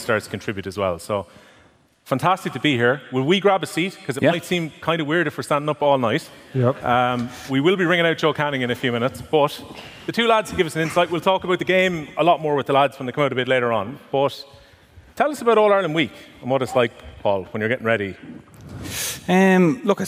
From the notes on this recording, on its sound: Live in The Bord Gáis Energy Theatre ahead of this weekend's All-Ireland Hurling final!